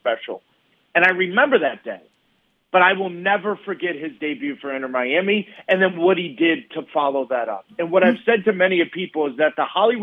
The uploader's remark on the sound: phones